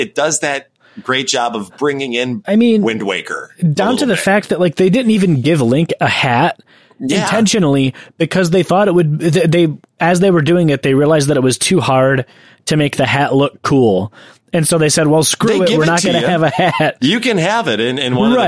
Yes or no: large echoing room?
no